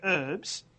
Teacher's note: You people don't say the H in herbs, so you go herbs.